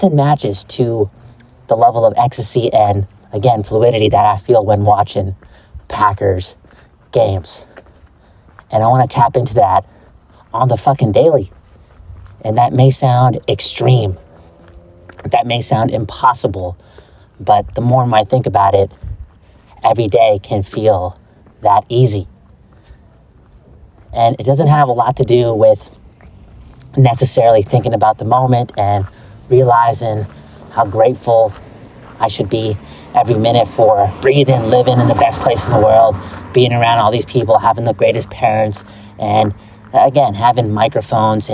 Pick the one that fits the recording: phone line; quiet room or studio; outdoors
outdoors